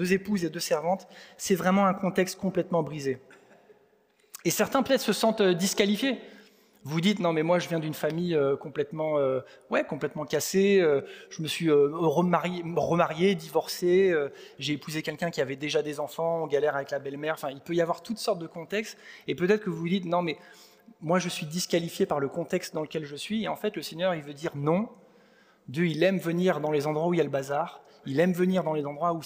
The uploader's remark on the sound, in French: Enregistré à l'église CVV, le 14/05/2023